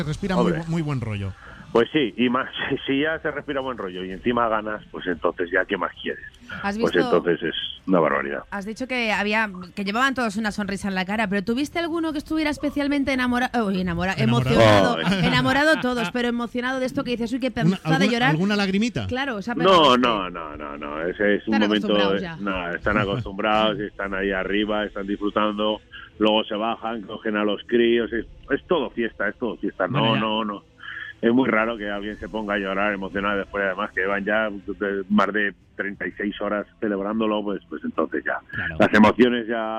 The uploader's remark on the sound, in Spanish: entra por teléfono